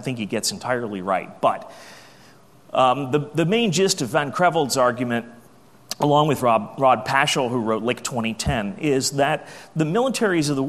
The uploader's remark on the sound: AusCERT keynote speech